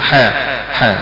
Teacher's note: بتمد الحاء حركتين اثنين فقط، ما بتمدش مدا طويلا فيها، حاء حاء هذا المد الطبيعي.